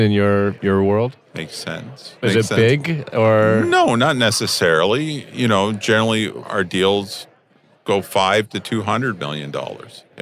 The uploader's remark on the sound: recorded at the Toronto Real Estate Forum